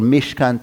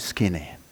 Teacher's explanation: the sh in Hebrew is changed for s in Greek, for there's no sh sound in Greek